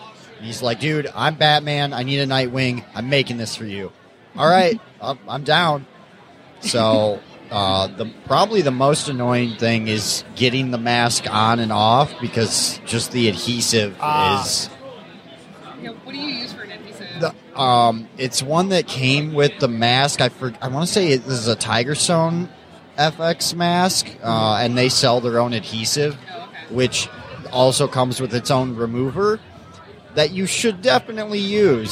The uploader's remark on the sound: Live at Astronomicon. Live interview on the floor at Astronomicon!